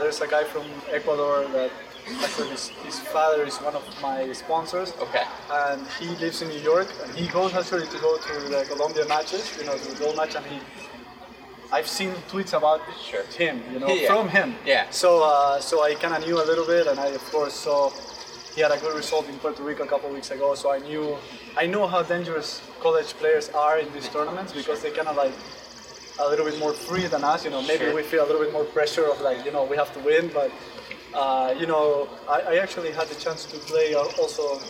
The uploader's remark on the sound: live from the Cranbrook Tennis Classic